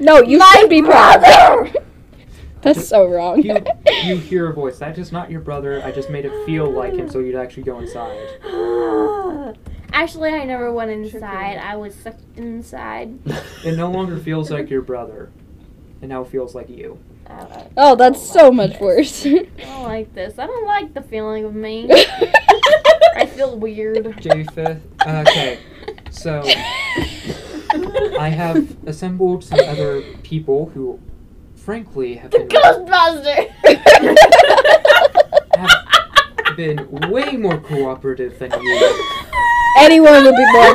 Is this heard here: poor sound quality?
yes